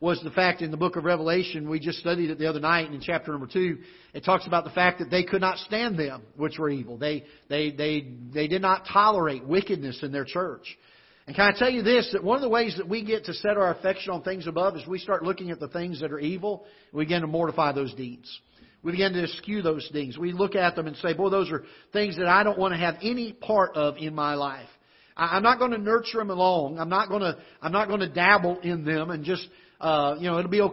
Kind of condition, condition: setting, large echoing room